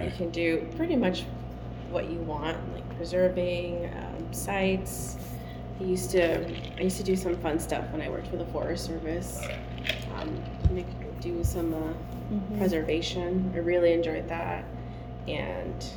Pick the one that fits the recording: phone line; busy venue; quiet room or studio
busy venue